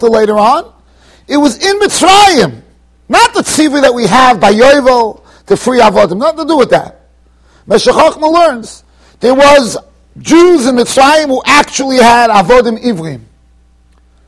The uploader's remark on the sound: Shiur recorded in Yeshivas Ohr Reuven, Monsey NY.